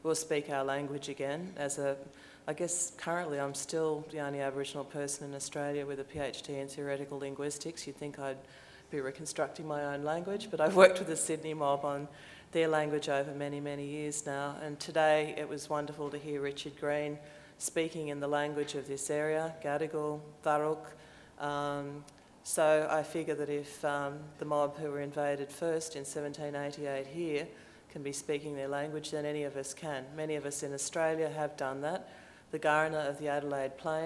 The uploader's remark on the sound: THIS LECTURE TOOK PLACE AT THE UNIVERSITY OF SYDNEY ON 25 MAY 2015 AS PART OF THE SYDNEY IDEAS PROGRAM.